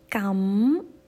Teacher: 一个鼻唇音加上前鼻音